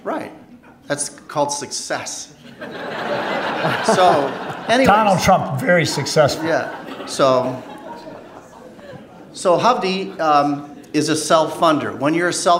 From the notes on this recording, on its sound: Recorded live before the Wisconsin Bankers Association annual Capitol Day at the Monona Terrace in Madison, Wis.